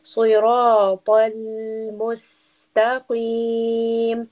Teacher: we have a lam with a sukun, and as we learned, we will allow ourselves to rest upon this letter